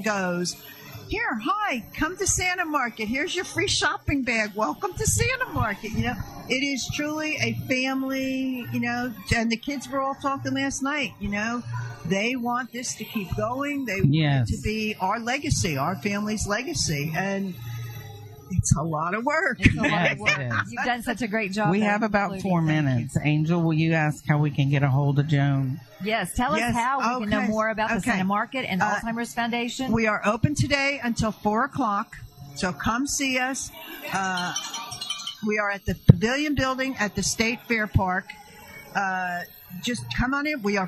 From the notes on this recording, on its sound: LIVE REMOTE! At The Santa Market – State Fair Park. On FREEDOM 96.9FM, Oklahoma’s Talk Radio.